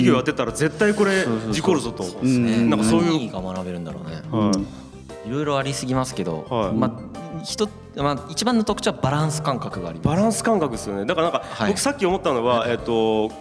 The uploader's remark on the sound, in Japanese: 今回はコテンラジオ初！の公開収録よりお送り致します！